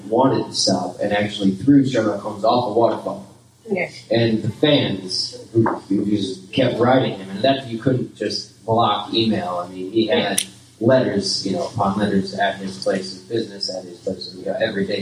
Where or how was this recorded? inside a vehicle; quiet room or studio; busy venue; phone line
busy venue